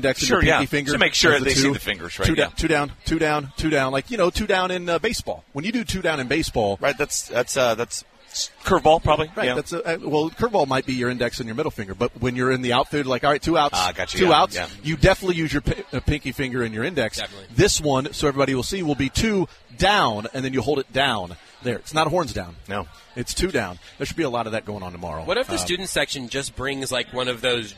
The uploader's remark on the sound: The Zone continues broadcasting live from the KC Golf Show.